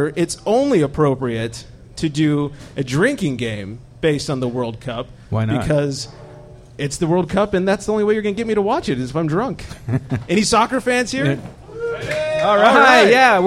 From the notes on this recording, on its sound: We are LIVE from The Local Beer & Wine Bar in Camarillo, CA. The first ever Booze N' TUG Extravaganza mini podcast festival.